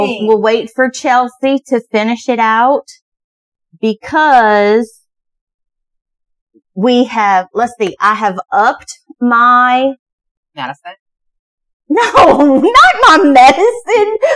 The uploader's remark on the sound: Excuse the audio, first timers here.